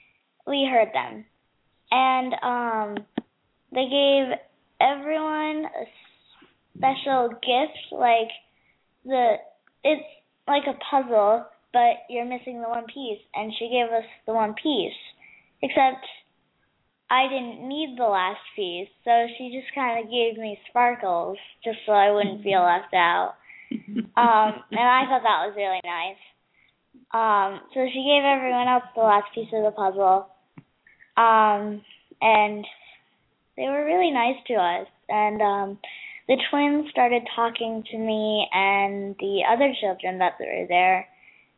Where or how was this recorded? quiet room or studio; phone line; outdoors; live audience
phone line